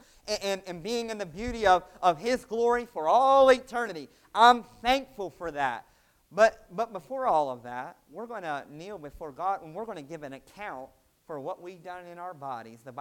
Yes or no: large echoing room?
yes